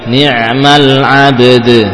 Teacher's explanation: Ba'nya qalqalah, dalnya juga muqalqalah, ya.